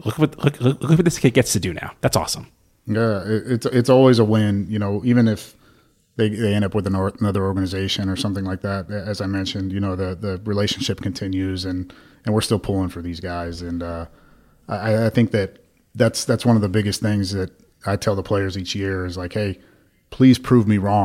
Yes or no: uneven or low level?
no